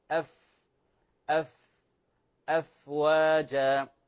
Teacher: ومخرج الفاء إخواني وأخواتي من بطن الشفه